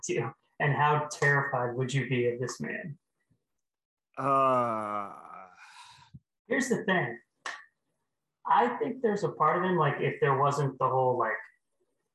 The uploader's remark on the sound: Mic Stinks. Sorry my mic is terrible.